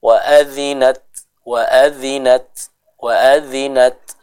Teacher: Jadi ketika membaca kita dahulukan syiddahnya, berhenti aliran suaranya. Setelah aliran suaranya terhenti, kita berikan sedikit udara yang keluar dari mulut kita untuk menyempurnakan sifat hamasnya tadi.